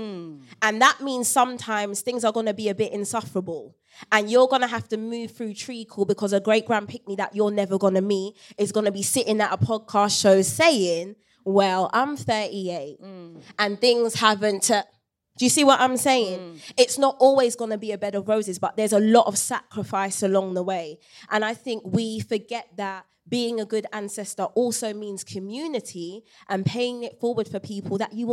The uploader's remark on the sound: The live episode that was recorded when the cousins gathered at the Soho Theatre, for the first ever Closet Confessions LIVE! In front of a packed audience, before turning it over to the crowd for some mass messiness and group healing.